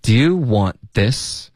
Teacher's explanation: Want 的特它省略了。N 的音呢建议大家咬舌尖,OK?